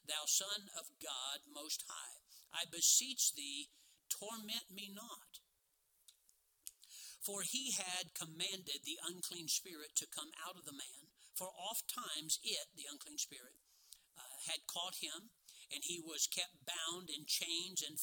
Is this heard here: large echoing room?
yes